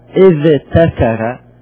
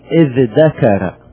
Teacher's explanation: فبعد الذال نقلبها إلى دال · Shown in: second take